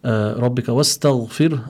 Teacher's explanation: Rabbika wastaghfir over here, the Shaykh explained on the ra we have a sukoon and before it we have a kasra. So that means we must apply over here the tarqiq for the ra, and afterwards we have the ha.